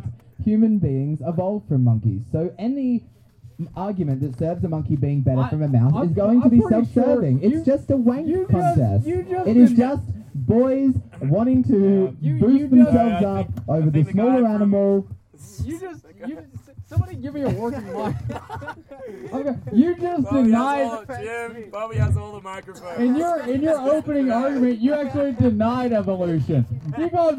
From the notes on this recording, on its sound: Live from the Stoke Travel campsite in Pamplona. Straight outta the searing heat.